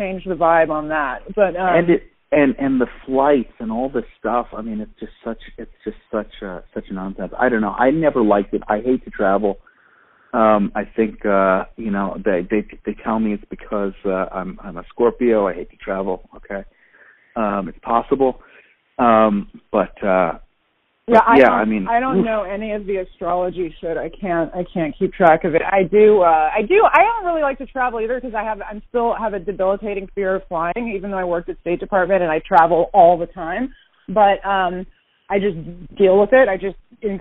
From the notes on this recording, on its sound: Part of this, necessarily, means that I skipped the desktop computer and microphone for the couch and the phone. I had a feeling it would change the ambiance and energy of the chat—making it more intimate, and removing as much of the “podcast” artifice as possible. It sounds exactly like a phone call, because it is.